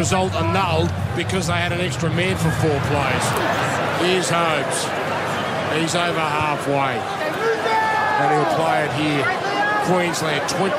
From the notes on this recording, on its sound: as we call all the action live from the Adelaide Oval